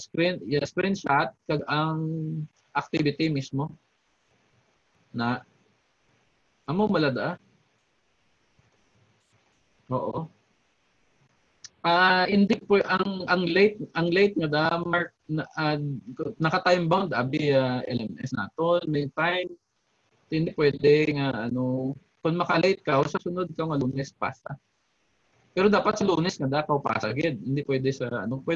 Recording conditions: video call